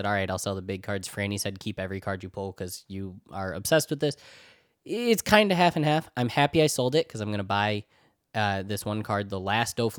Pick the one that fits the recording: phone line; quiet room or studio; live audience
quiet room or studio